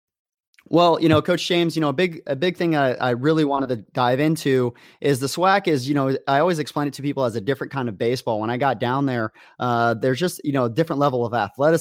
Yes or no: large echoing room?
no